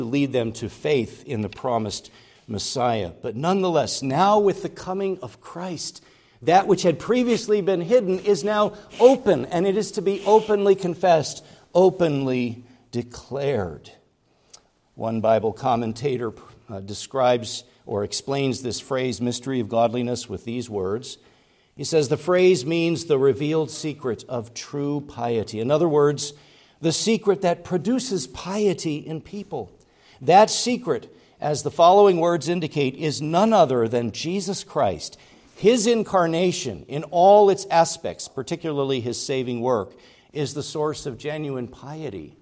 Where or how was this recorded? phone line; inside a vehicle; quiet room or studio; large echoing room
large echoing room